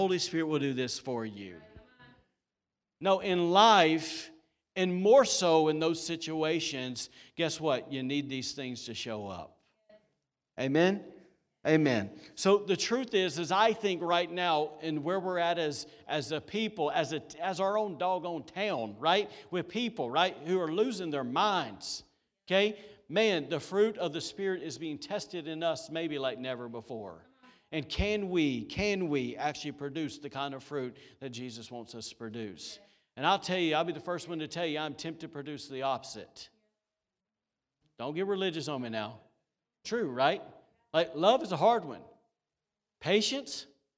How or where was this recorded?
large echoing room